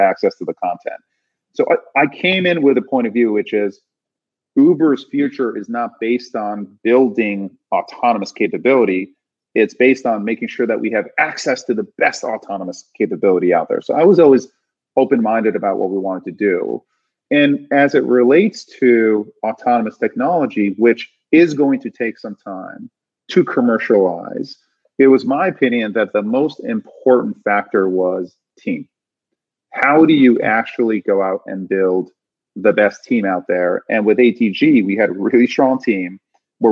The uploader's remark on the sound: This episode was recorded during Iconversations, Greylock's new virtual speaker series event